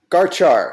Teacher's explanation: You're emphasizing both syllables